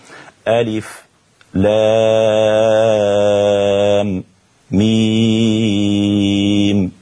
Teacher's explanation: السكت لأبي جعفر على الحروف المقطعة أوائل السور